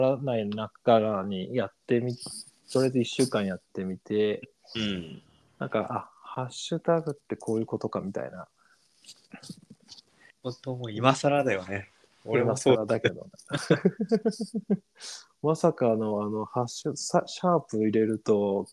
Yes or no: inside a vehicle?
no